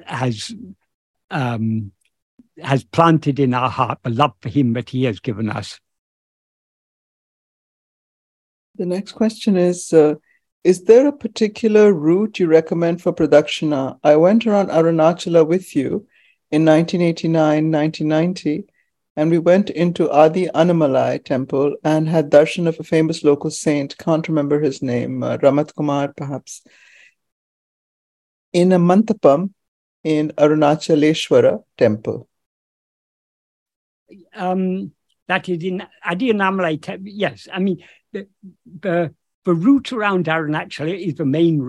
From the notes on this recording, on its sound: In a Zoom meeting of the ‘Ramana Maharshi Foundation UK’ on 8th October 2022